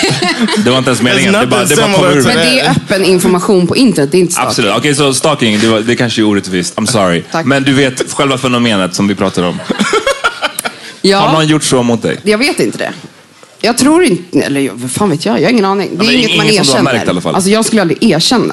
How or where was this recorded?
live audience